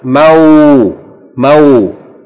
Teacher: And beside it, we see the same meme followed by wow with sukoon, but preceded by fatha. Fatha and wow, two different vowel sounds, that's a diphthong, that's pronounced mau, mau.